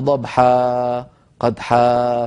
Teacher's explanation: كنت تقولين ضبحة قدحة فتزيدين في المد عن القدر المطلوب، لا يصح زيادة المدود عن مقدارها، هذه مدود عوض والمد العوض بمقدار حركتين كالطبيعي.